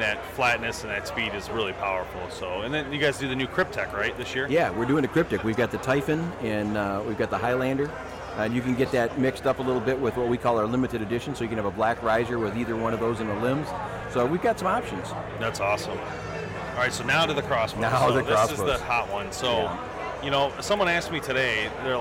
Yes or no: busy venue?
yes